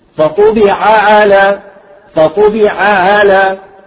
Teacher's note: بعضهم يدغمها، فطبع على، أو يختلس العين الثانية، يجب أن تكون صافية، فطبع على، فطبع على.